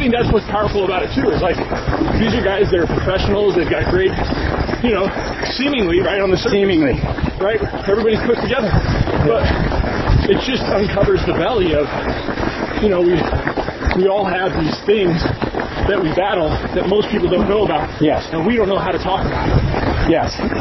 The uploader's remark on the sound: This episode was recorded during a half marathon